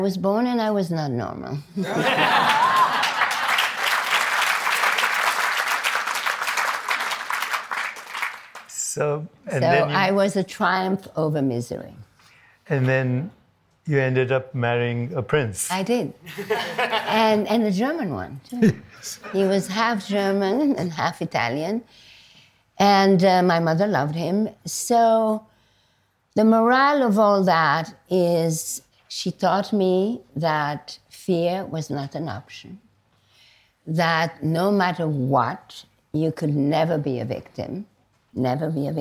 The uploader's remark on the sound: on stage at BoF VOICES 2023